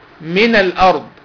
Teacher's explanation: أصلها من نون ساكنة لكني حركتها بالفتح، قلت ميناء، من الأرض.